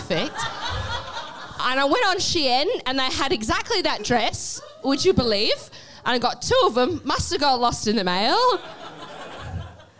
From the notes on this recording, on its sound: Dude Cinema Awards/Farewell Live Show!